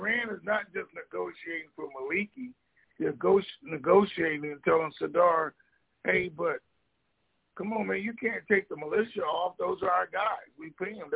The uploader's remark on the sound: Conference Call